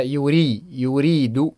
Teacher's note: الراء مرققة تقرأ مكسورة مرققة